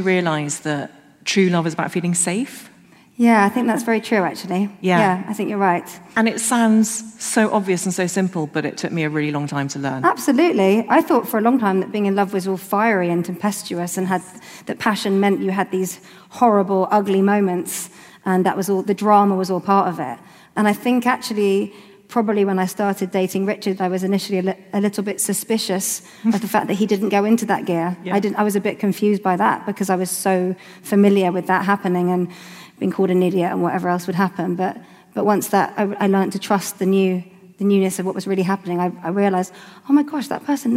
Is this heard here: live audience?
yes